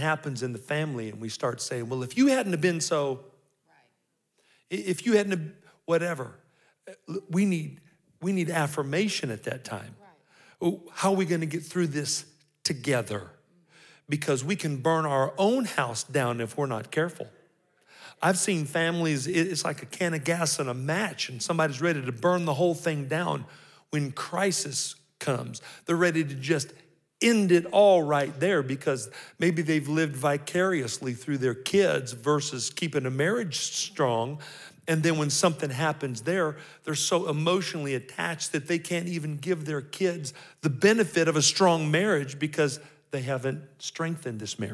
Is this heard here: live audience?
yes